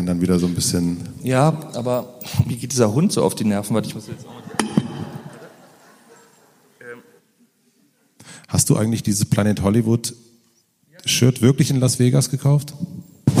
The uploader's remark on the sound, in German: Dann haben wir das ganze noch live beim Mit Vergnügen Podcast Fest im Berliner Funkhaus aufgenommen. Ich glaube man hört auch, wie sich die Stimmung im Publikum während des Gesprächs verändert.